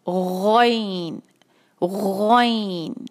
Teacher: जहाँ से हमने ख़ निकालते हैं बिल्कुल हलक के, जहाँ हमारी सांस की नाली शुरू होती है तकरीबन वहाँ से, वहाँ से हम निकालेंगे गौइन।